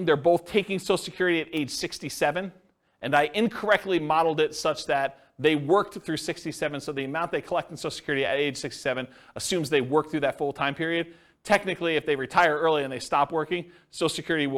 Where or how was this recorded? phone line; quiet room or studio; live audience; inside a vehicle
live audience